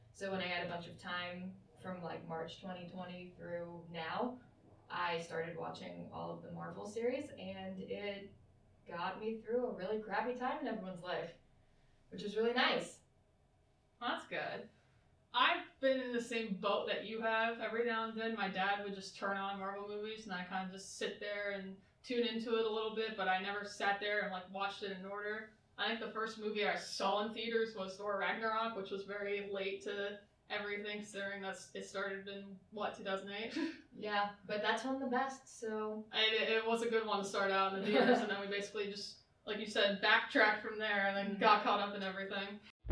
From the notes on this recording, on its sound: We did have a few technical difficulties with the audio of this episode